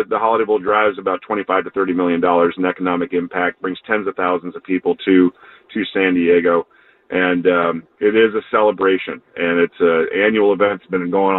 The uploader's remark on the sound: Takes phone calls from upset Padres fans.